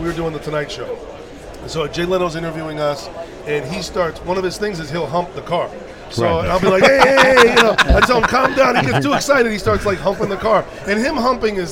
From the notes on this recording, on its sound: Unique Radio's special coverage of SEMA 2017. Live from the Orafol booth.